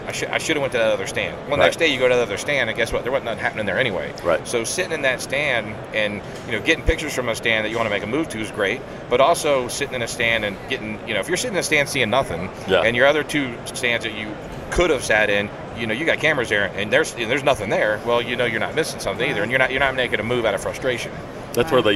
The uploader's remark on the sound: At SHOT Show 2020 during the Browning Trail Cameras takeover of The Break Podcast.